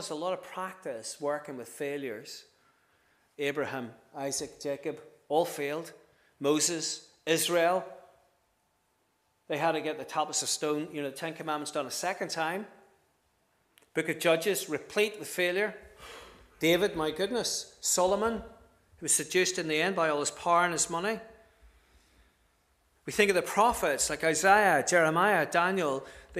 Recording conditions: large echoing room